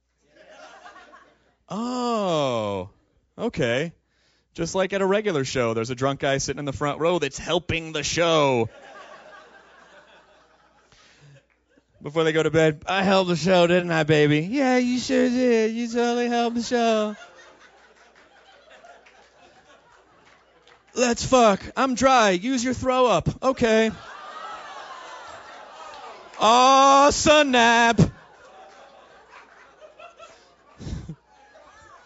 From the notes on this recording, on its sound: recorded live at MaxFunCon